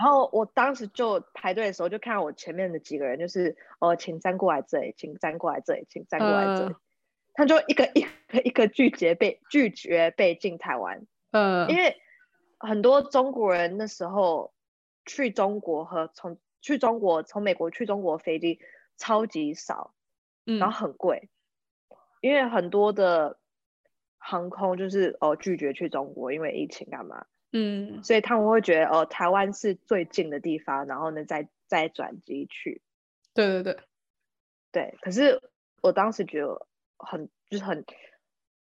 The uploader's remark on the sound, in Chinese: 我們用透過zoom用遠距的方式錄音!